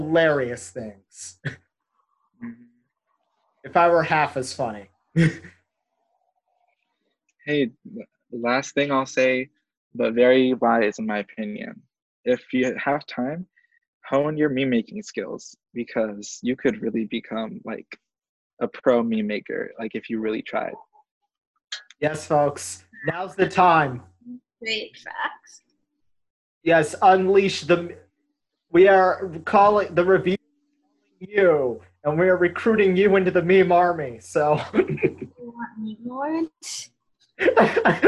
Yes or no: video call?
yes